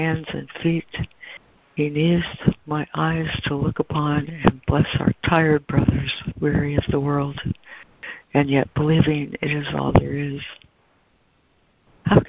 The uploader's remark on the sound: ACIM Daily Conference Call.